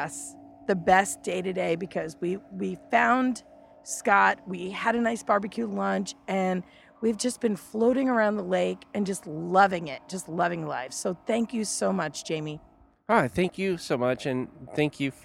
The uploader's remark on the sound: Live from the road: Actually, live from the lake: Table Rock Lake in Missouri.